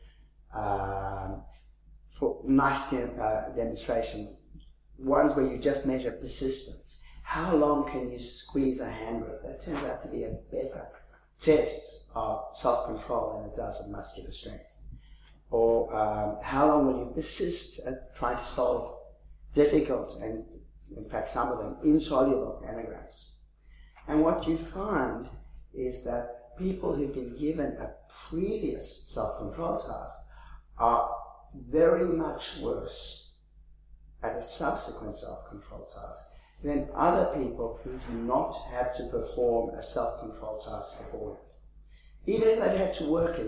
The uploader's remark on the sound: 2015 Leverhulme Lecture